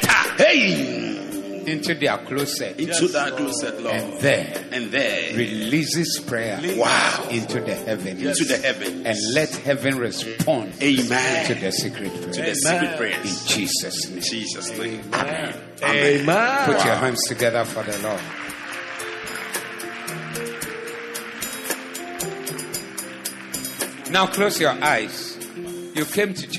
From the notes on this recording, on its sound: Preached at the Zeloo Service 12062022